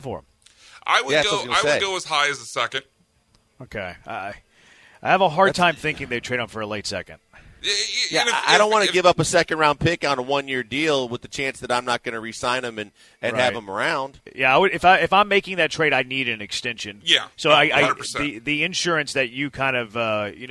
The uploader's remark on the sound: LIVE from X-Golf in Katy!